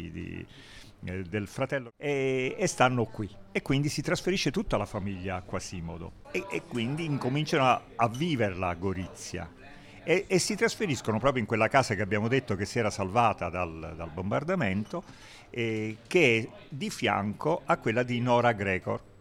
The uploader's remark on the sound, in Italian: Il risultato delle registrazioni audio realizzate nel Bar Piazzutta nell’omonimo quartiere goriziano.